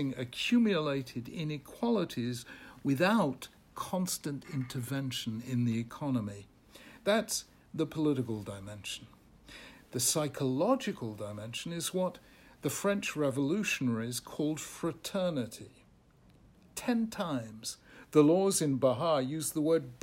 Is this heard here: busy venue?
no